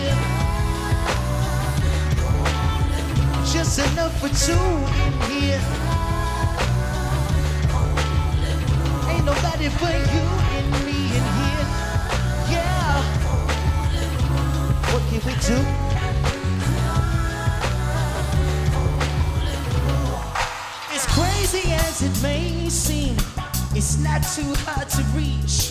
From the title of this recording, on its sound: Live From NPR Music And SXSW 2016